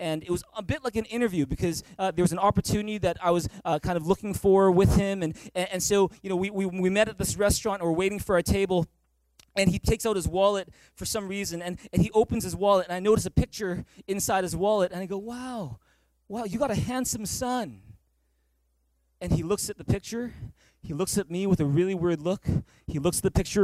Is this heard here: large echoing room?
yes